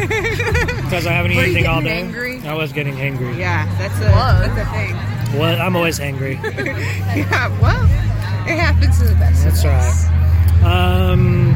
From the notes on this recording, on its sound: Live from Sabroso Festival at Papa Murphy's Park in Sacramento. In the VIP section between bands. Closing out this episode is a real life encounter with a fan of the show who is nice enough to interrupt the recording to take a picture with the producers.